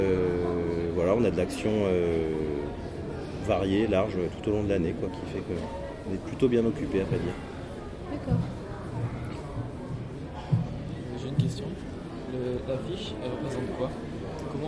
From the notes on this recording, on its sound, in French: Entretien réalisé en décembre 2015 avec le secrétaire général de l'association TransMusicale lors du festival